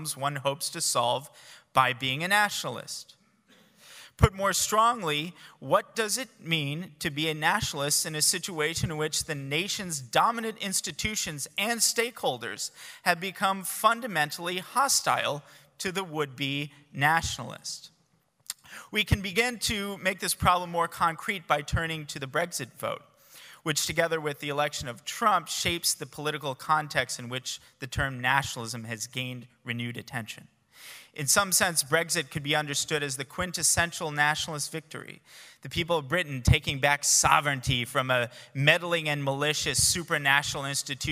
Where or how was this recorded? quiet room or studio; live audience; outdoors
live audience